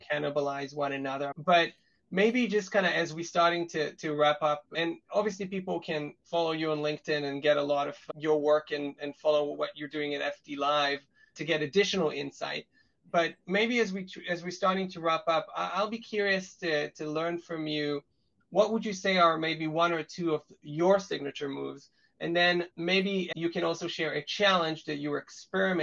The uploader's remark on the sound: This episode — which aired recently as a webinar — provides a deep dive into the strategic world of event management.